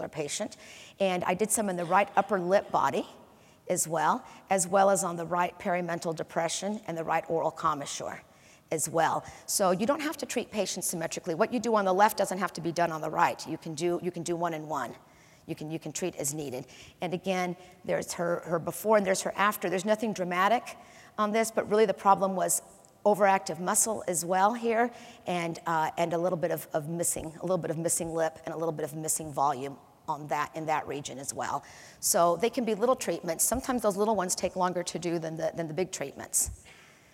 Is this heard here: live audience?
yes